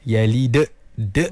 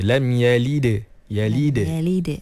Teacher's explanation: Seolah-olah huruf dal tu setelahnya ada hamzah. · Shown in: first take · Term: qalqalah yang salah